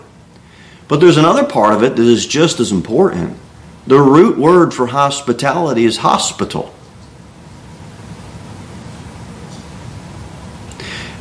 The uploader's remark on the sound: Sermon delivered at Pilgrim Baptist Church